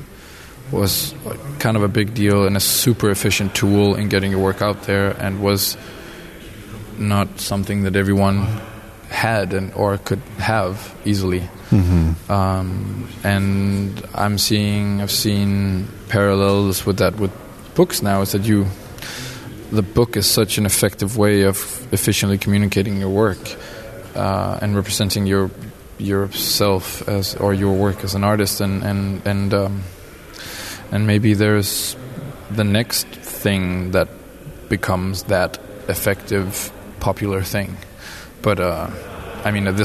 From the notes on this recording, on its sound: Today we are presenting some of the conversations we had during the 1000 Books Art Book Festival which was at Charlottenborg about a week and a half ago.